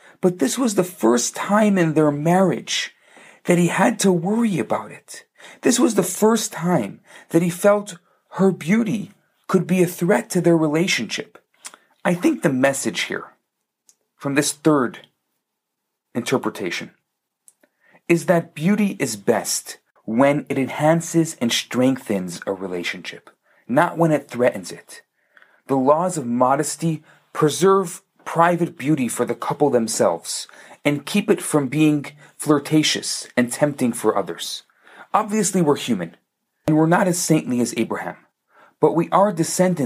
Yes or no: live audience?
no